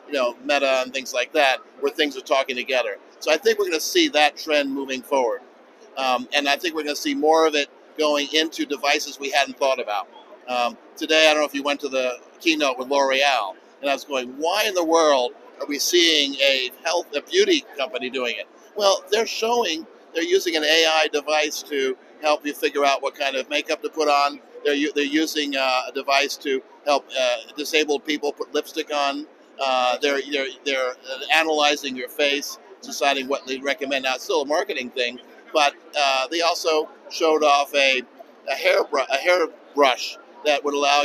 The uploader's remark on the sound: Live From CES 2024.